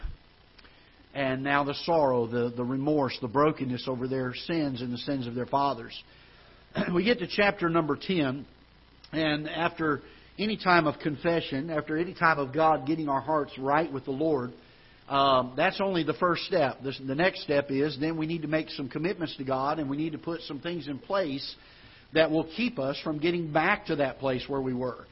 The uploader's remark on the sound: Ketha Heights Baptist Church ~ Live Broadcast